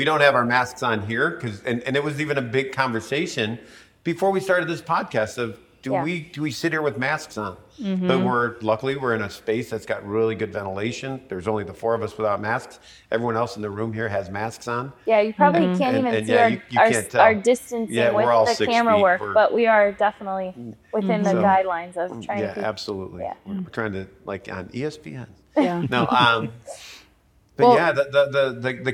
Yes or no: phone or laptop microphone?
no